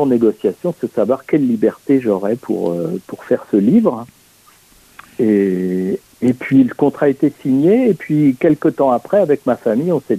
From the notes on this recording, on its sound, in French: reçoit par téléphone le dessinateur